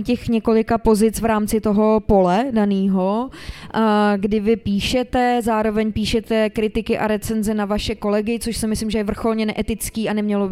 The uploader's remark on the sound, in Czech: Na pódiu ve festivalovém stanu